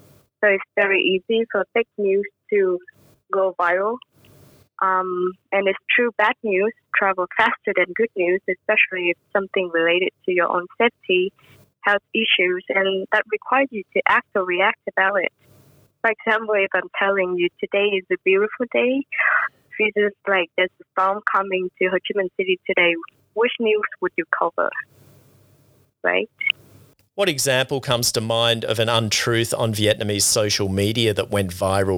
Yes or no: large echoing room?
no